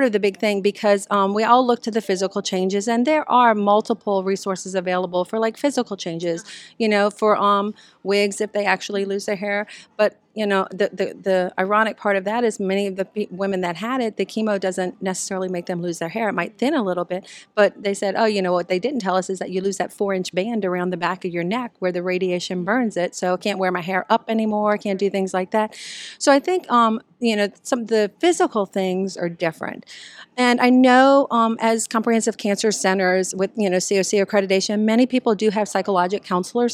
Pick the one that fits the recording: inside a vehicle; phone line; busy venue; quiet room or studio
busy venue